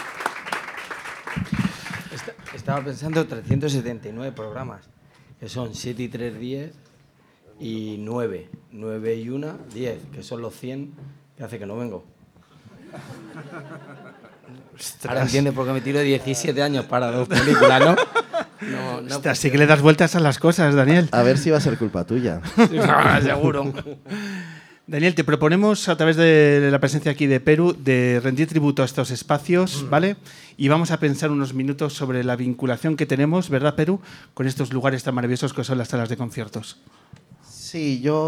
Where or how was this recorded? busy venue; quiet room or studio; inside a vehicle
busy venue